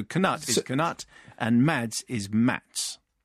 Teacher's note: You pronounce the K and T in Knut, and the D in Mads is pronounced as a T.